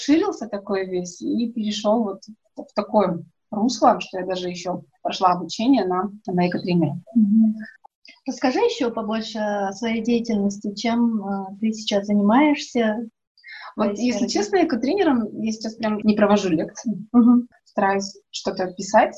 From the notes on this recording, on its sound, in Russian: Просим прощения за качество звука, оборудование немного подвело...